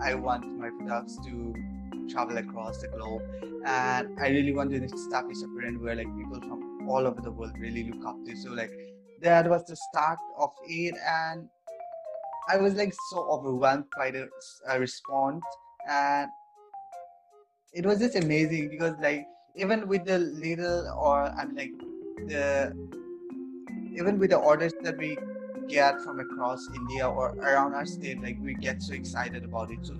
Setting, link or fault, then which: link, video call